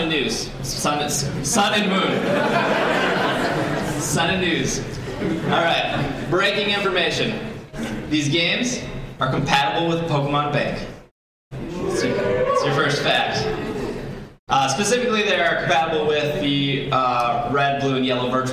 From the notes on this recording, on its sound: Live at C2E2. This podcast was recorded live.